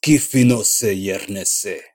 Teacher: anytime a word ends with an E sound, he reduces it to A.